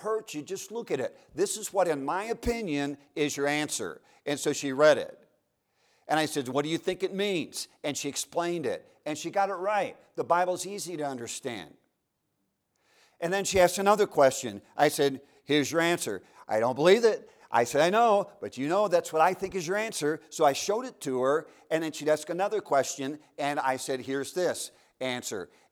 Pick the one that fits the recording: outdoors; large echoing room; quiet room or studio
large echoing room